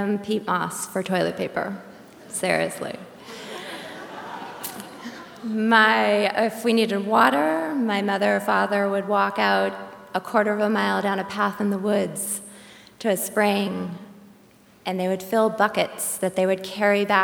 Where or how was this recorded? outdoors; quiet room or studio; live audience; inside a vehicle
live audience